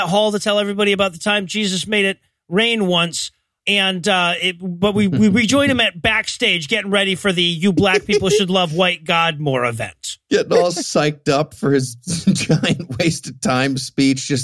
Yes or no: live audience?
no